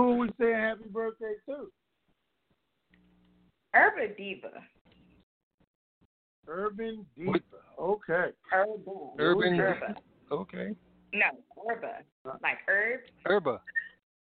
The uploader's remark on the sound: TNTSuperfantastic Conference Call.